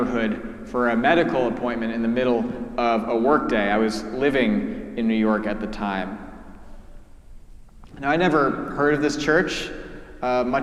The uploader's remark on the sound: preached at our celebration of the Holy Eucharist on the Fourth Sunday after Lent